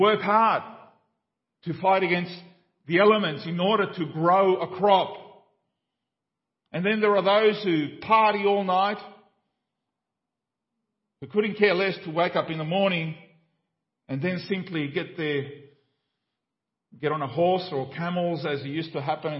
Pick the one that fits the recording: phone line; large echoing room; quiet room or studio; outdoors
large echoing room